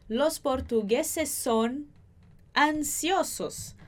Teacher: a gente já junta esse S com son